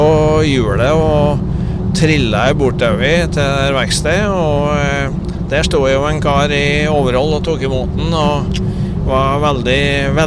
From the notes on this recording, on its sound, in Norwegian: For første gang har vi spilt inn en artipodd i turnebussen langs E6.Naturlig nok noe bakgrunnsstøy...